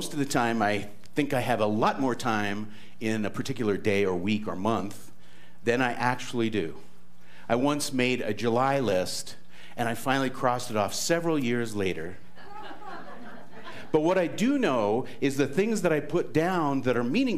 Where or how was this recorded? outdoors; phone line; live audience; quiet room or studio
live audience